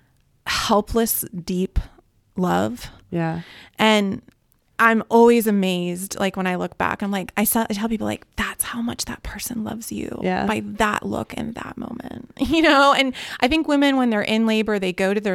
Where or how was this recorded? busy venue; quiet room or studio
quiet room or studio